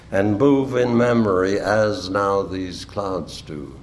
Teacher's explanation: In the third line from the end, Auden introduces five sequential stresses